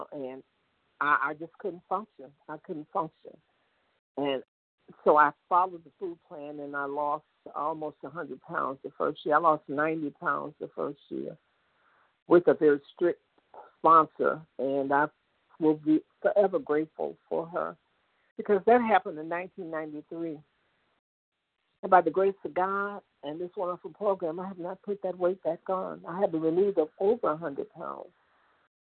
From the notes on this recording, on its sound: 100 Pounders Phone Meeting